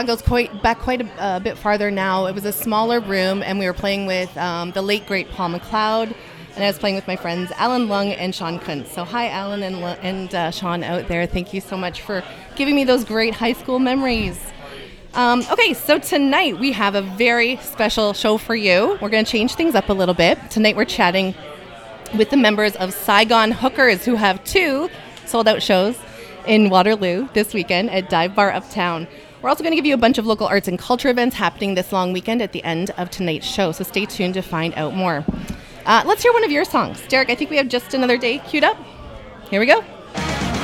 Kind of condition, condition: setting, busy venue